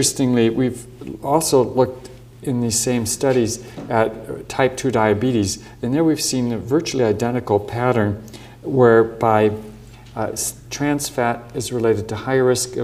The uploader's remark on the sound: Recorded on 12 June 2008 at the University of Edinburgh's George Square Lecture Theatre.